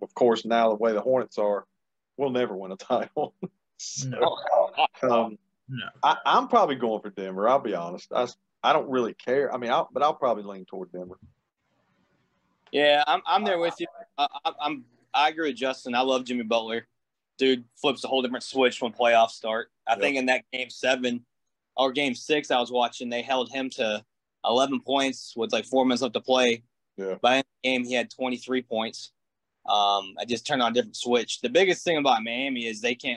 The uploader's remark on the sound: What Another Zoom Episode? The boys are have come back with another great zoom episode.